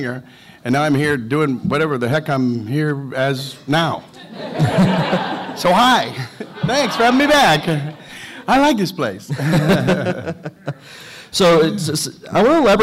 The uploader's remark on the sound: Panel From Pensacon 2016